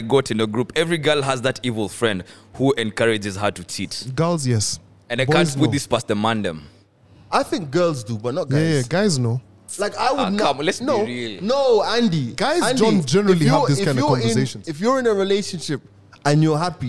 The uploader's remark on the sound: Today we are live at the only OFFICIAL Adidas store